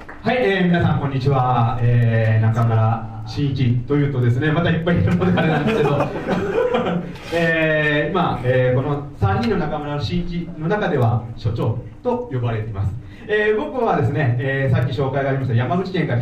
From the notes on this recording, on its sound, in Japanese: 会場のでの収録の為、雑音もありますがご了承ください。